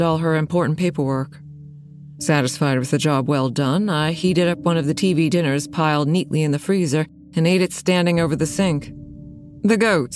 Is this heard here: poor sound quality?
no